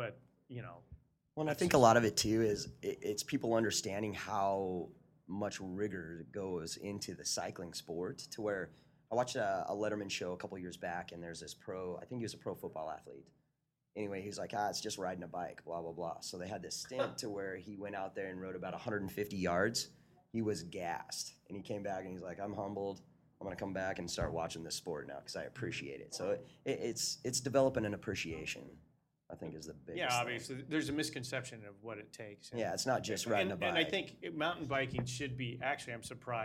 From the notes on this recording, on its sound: Packfiller LIVE in Spokane at Badass Brewing in Spokane Valley, WA.